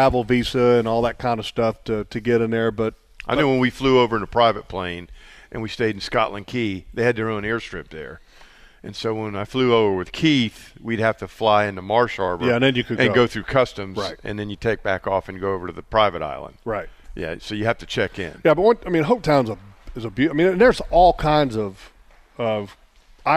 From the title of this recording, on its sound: LIVE! from Atlantic Coast Marine